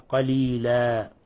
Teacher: مد عوض، فهذا أبدلنا التنوين الفتح حالة الوقف أبدلناه ألفا